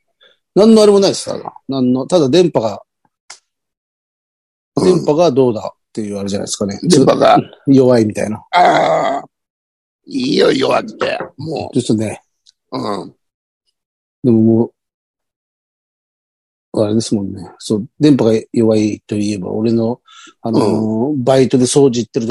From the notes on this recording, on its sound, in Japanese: ZOOMで収録